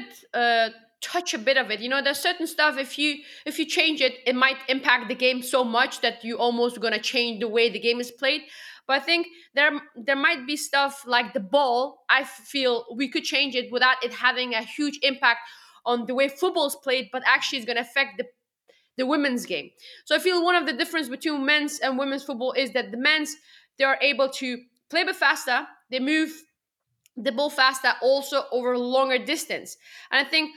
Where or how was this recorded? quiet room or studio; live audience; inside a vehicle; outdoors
quiet room or studio